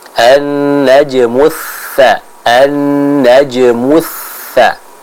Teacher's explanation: Dengan mempertemukan ujung lidah kita dengan ujung gigi seri bagian atas. · Term: huruf tha